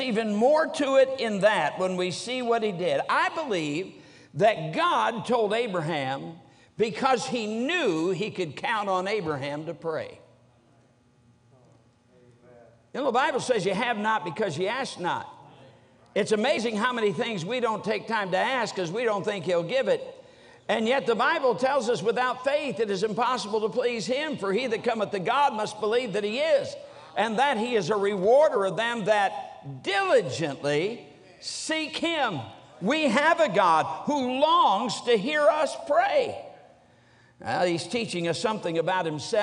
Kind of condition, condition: setting, large echoing room